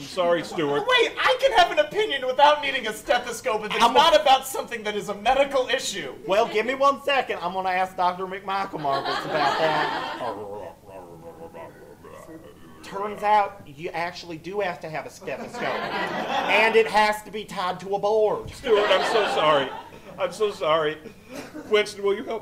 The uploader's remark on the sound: Live at The Kick Comedy Theater. An audience of real life people are forced to endure the boys live. Recorded at The Kick Comedy Theater in KCMO.